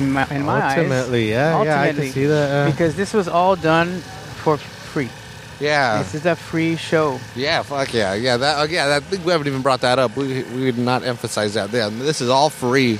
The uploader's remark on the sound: From Natividad Creek Park. This episode was recorded at the Caminos Del Arte Art Festival and Car Show. Natividad Creek Park was transformed into a giant festival grounds featuring five stages of music and a car show.